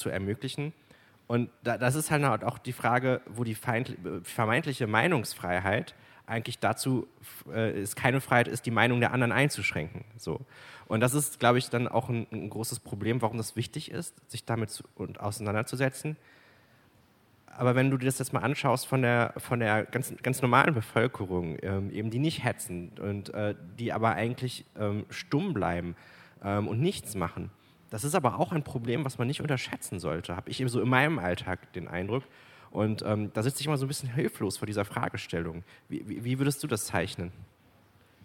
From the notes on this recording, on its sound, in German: Im RP-Zelt beim Campfire-Festival in Düsseldorf.